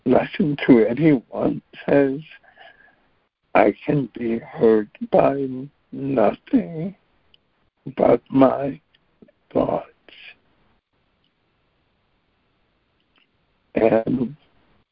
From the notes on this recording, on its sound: ACIM Daily Conference Call